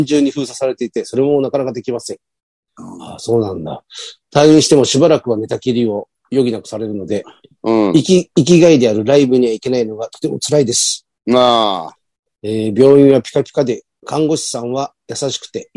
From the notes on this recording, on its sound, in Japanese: ZOOMで収録。